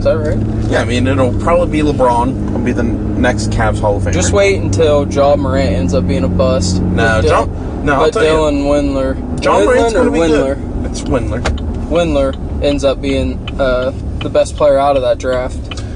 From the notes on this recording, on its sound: This week we take you on the road as we record while traveling to Moes.